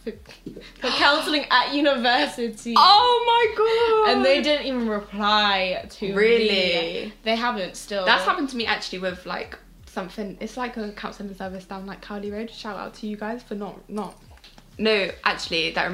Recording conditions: sounds in the background